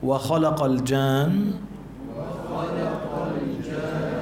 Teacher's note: طيب هون بهالآية في مدود، أول مد الجان، هذا اسمه المد اللازم الكلمي المثقل، يمد 6 حركات